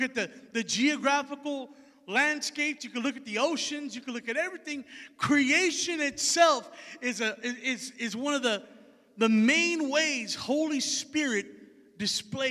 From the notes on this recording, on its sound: Recorded Live at Emerging Streams Apostolic Hub in Stryker, Ohio